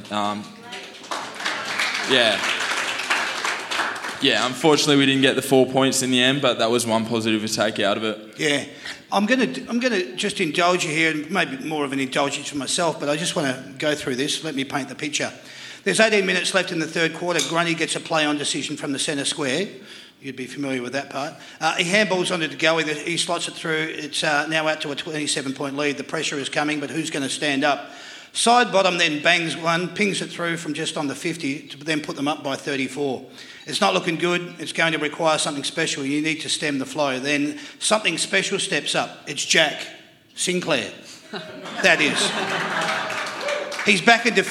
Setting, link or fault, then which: setting, busy venue